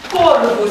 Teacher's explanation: Este lungă prin poziție doar prima silabă, cor, pentru că regula nu se aplică la ultimele silabe din cuvânt.